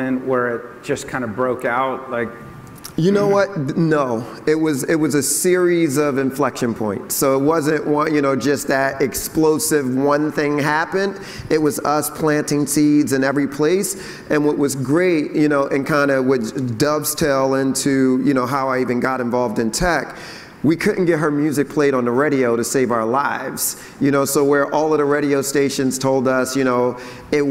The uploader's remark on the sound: In front of a live audience at Upfront Summit 2016.